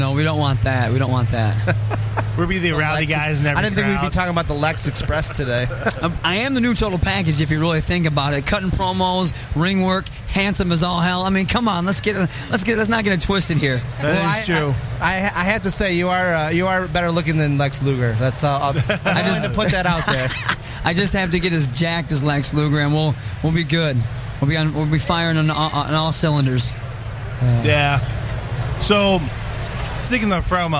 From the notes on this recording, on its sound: Live From Motor City Comic Con